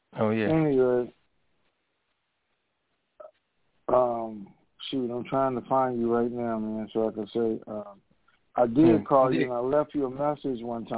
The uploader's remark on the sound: TNTSuperfantastic Conference Call 2